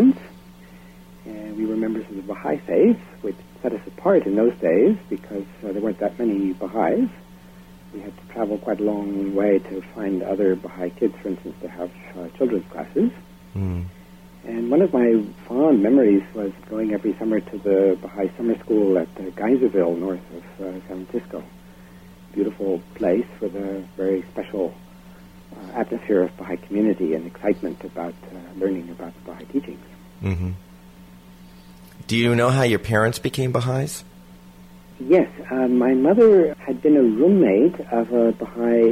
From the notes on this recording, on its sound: I apologize for the poor quality of the recording. I was having difficulty with VFR's studio telos (the thingy that transfers the output of the soundboard to the telephone line). I had to have the microphone way up, which created a terrible hum and allowed background noise to filter into the interview.